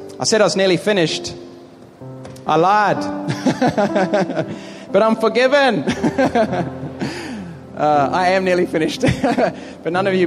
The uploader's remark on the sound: Preached in the Philippines in 2011 to a stadium audience of over 1500 people.